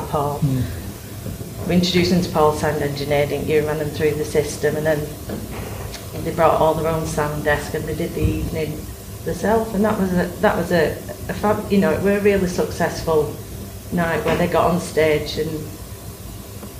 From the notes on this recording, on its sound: Held at the Oldham Library on 29th March 2023.